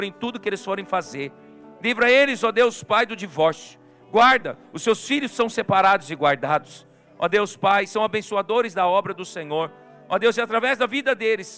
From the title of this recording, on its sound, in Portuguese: CULTO AO VIVO